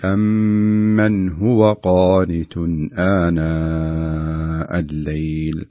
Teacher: تعطي الزمن المقدر وهو حركتين تقريبا في الميم المشددة